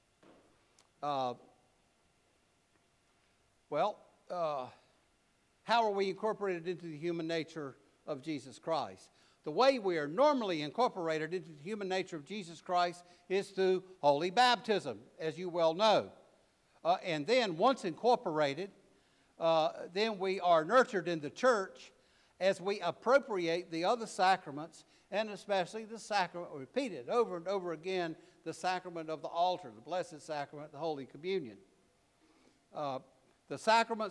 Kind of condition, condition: setting, large echoing room